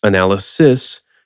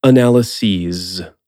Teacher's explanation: The singular ending is analysis, and the plural ending is analyses. Note that in the plural form, the S at the end of the word also moves from being an S, analysis, to a Z, analyses.